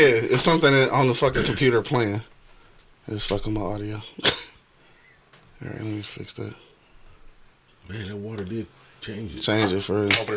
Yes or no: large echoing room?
no